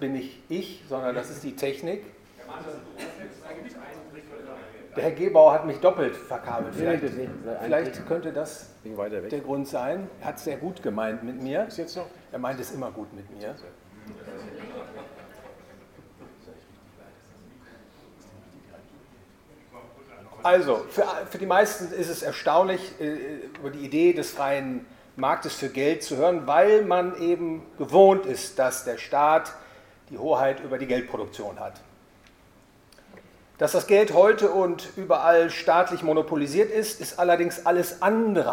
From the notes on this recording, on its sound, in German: Vortrag auf der Friedrich August von Hayek Gesellschaft Währungskonferenz 2019 „Wie weit sind wir auf dem Weg zur Entnationalisierung der Währungsordnung“ in Düsseldorf.